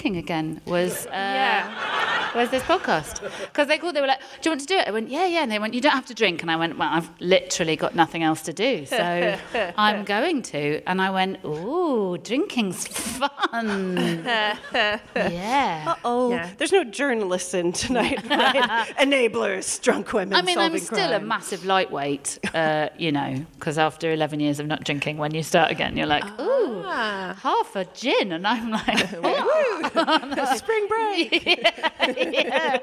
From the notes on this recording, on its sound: DWSC LIVE. We hear from a member of the audience.